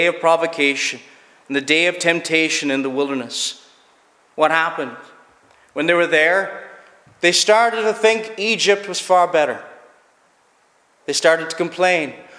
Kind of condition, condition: setting, large echoing room